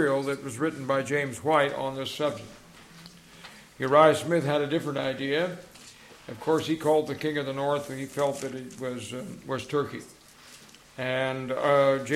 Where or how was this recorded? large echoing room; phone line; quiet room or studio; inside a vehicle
large echoing room